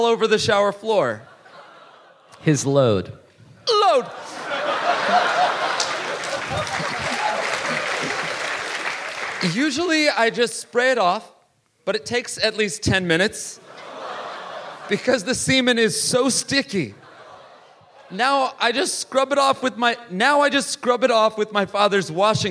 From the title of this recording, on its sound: live in Melbourne!